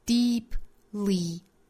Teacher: deeply 这两个音都是紧音，所以读的时候不要有过渡，应该是同样紧张的 deeply 口型是一样的。